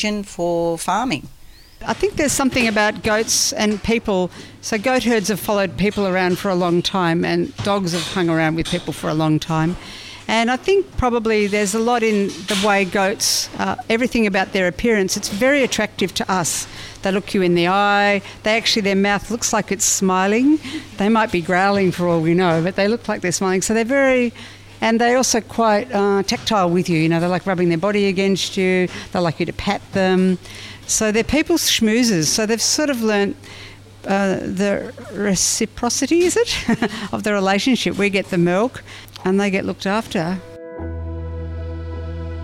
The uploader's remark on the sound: We sat on the deck at Sutton Grange Farm with their kelpie and a pot of tea